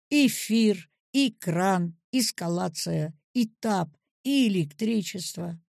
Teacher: Э звучит как И в начале слова